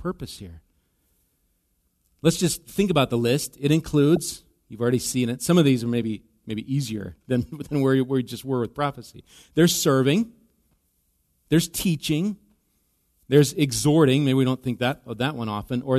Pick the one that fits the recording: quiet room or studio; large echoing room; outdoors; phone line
large echoing room